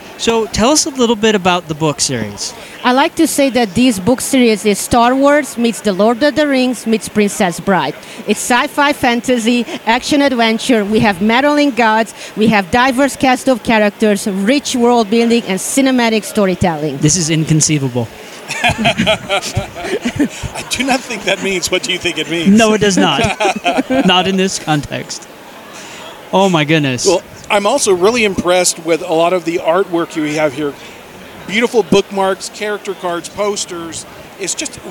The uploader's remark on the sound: Author Interviews Live From DragonSteel 2023. We got to sit down with some rather amazing authors.